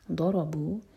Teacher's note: ضاد زبان کے سائڈ سے ضاد ہیوی ہے